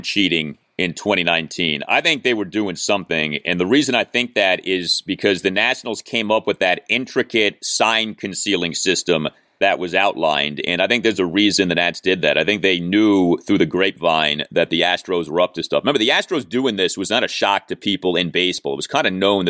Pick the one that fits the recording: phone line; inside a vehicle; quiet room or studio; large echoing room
quiet room or studio